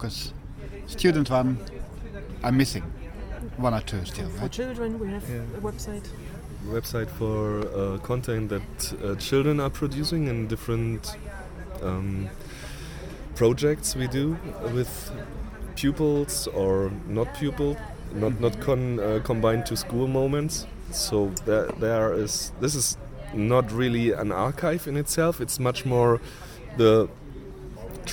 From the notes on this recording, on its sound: The interviews were recorded at the the annual meeting of the Bundesverband Freier Radios (BFR) in Potsdam in November 2014. The interviews were recorded at the the annual meeting of the Bundesverband Freier Radios (BFR) in Potsdam in November 2014.